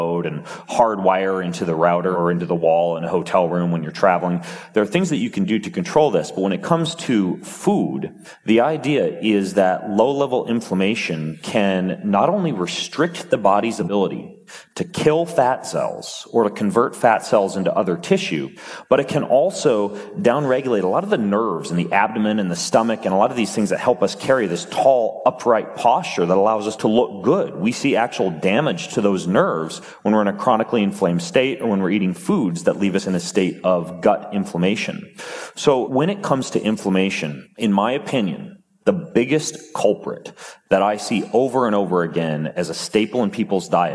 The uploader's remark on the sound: on stage at Mindvalley University Tallinn